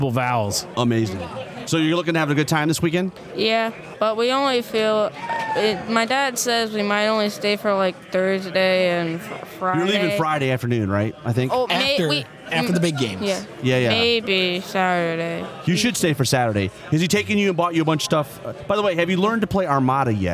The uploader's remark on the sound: Counter Charge continues our on-site Adepticon coverage.